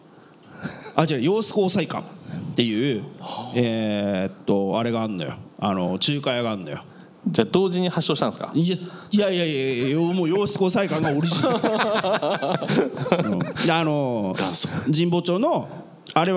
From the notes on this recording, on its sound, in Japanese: 東京・東銀座Another One+にて行われた公開収録。